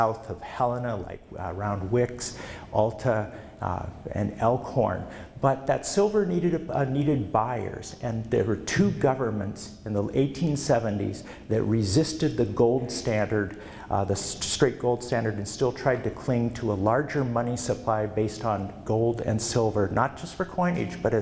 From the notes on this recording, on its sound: Presented at the 2013 Montana History Conference in Sidney.